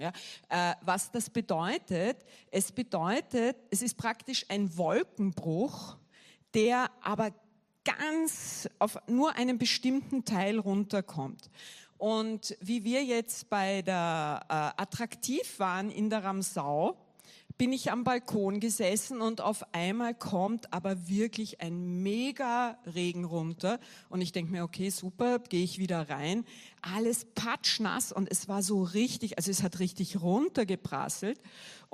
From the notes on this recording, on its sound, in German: Gottesdienst live aus der LIFE Church Wien.